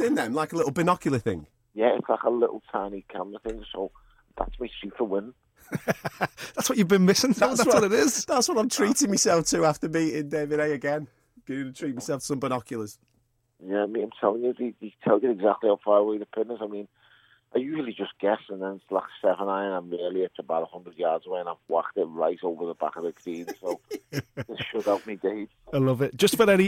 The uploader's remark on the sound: A PHONE CALL